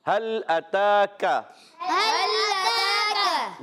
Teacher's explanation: اور تا پر کھڑا زبر ہے، ایک الف کھینچ کر ادا کریں گے. کاف کو باریک کریں گے اور کاف پر زبر ہے، کاف باریک حروف میں سے، اس کو بغیر کھینچے ادا کرنا ہے